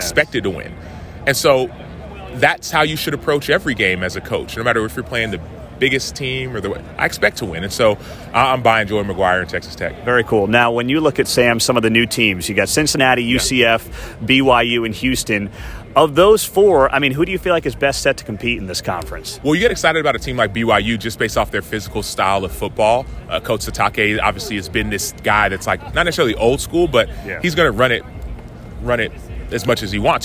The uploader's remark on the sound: LIVE from Big 12 Football Media Days. Heartland College Sports is AT Big 12 Football Media Days.